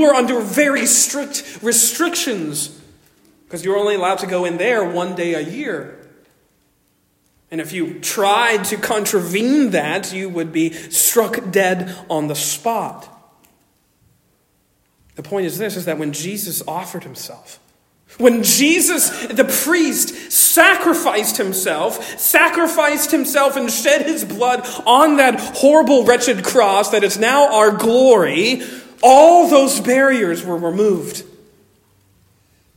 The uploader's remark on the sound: Originally delivered 21 May 2023 at Stonington Baptist Church, Paxinos, PA. At Stonington Baptist Church, Paxinos, PA.